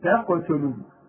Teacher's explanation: ورقق برضه التاء الثانيه واللام